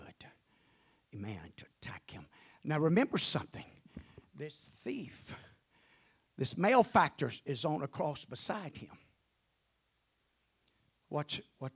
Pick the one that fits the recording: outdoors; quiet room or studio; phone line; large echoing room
large echoing room